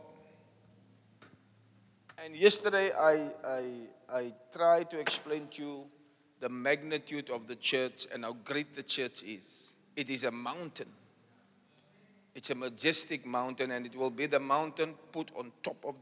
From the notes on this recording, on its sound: Preached at the Church Growth Conference in Cape Town, South Africa on the 8th July 2023 (Session 3).